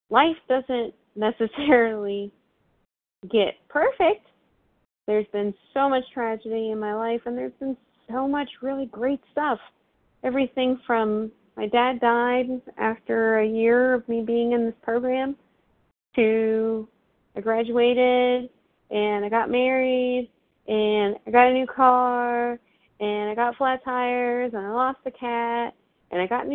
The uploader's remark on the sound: from the 100 Pounders Phone Meeting